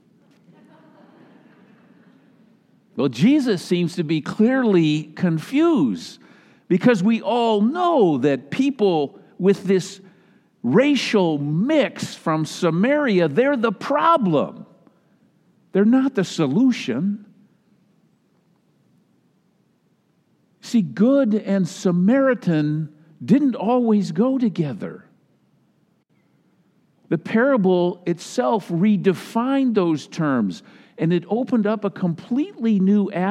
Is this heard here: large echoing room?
yes